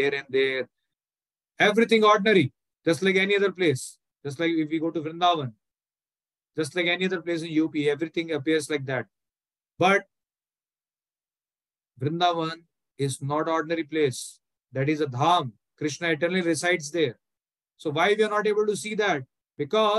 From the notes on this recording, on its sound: Zoom Recorded Class